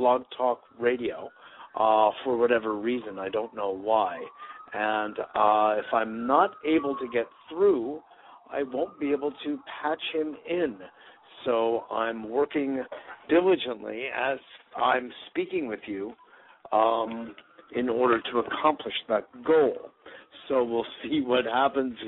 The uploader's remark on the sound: Today is a chance for listeners to call.